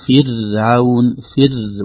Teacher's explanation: فرعون، من فرعون، فر وليست فرعون، ترقيق الراء لأنها ساكنة وقبلها كسرة الأصلية